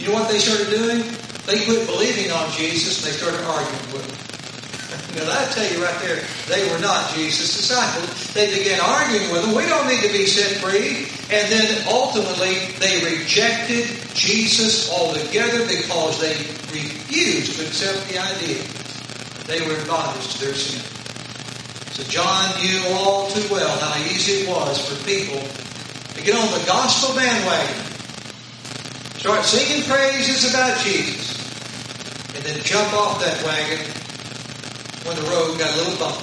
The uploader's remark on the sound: Sorry for poor audio. Apologies for the poor audio.